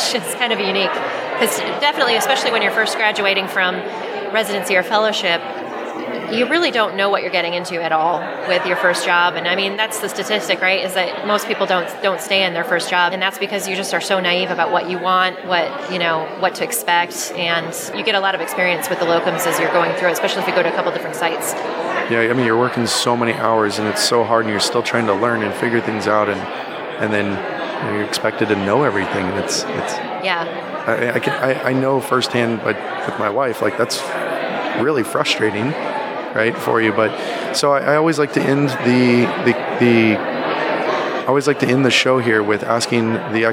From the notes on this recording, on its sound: Live on the floor of FinCon, we discuss doing locums work for a healthy side income.